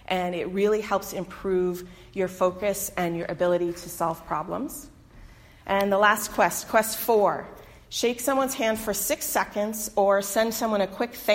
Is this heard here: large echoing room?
yes